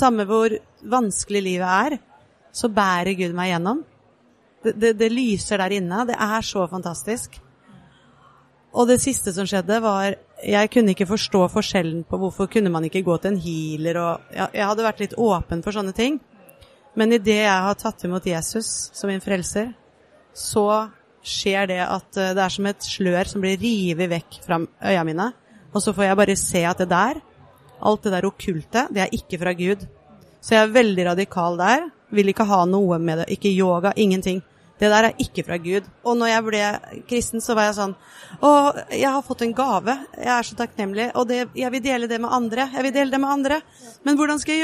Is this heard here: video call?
no